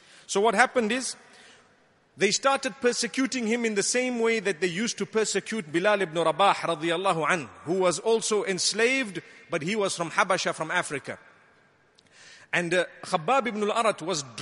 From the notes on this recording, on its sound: Delivered at Tuanku Mizan Zainal Abidin Musjid